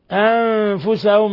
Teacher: نون ساكنة جاء بعدها الفاء الحكم التجويدي إخفاء حقيقي